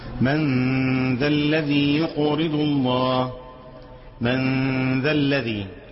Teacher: من ذا الذي، من ما تقول، اوعى تقول لي من، ما تخليش لسانك يضرب فوق، لو ضرب فوق هيجيب لي اظهار، خلي اللسان متعلق